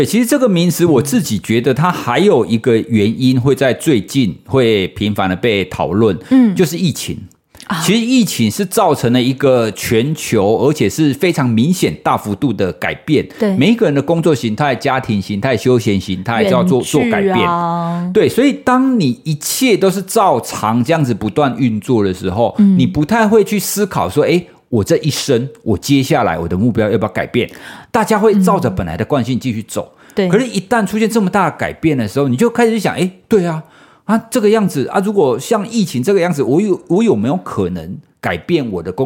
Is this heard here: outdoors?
no